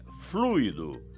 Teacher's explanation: o isqueiro está sem fluido, sem acento, e a pronúncia é fluido, com a tônica no U